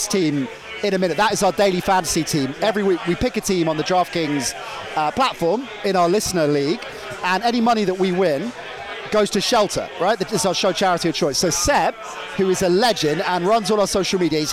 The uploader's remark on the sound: Come live from Passyunk Avenue in Waterloo. The beers are flowing.